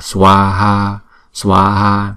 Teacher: Swaha, đọc nhanh là Swaha, Swaha. Hai chữ A này là hai nhịp, cho nên chúng ta phải đọc rõ ràng ra là chữ Swaha